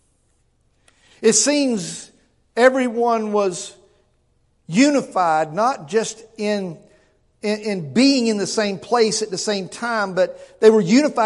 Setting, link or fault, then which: setting, large echoing room